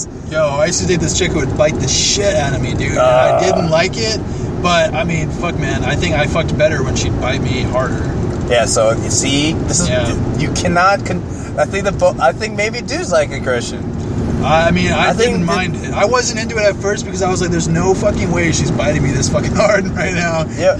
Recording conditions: inside a vehicle